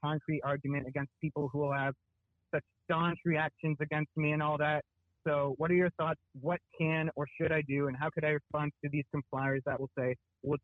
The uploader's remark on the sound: Call in show